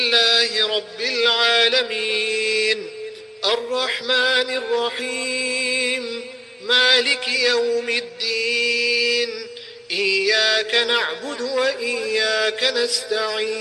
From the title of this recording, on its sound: Jumah Lecture At Soofie Masjid Glenearn Road (Overport)